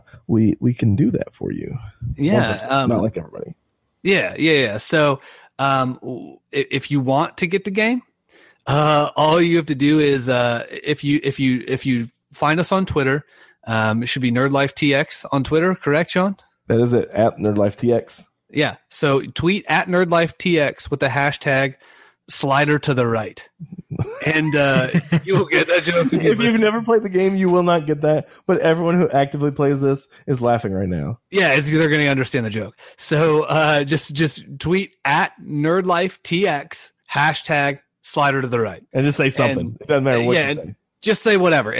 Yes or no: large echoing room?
no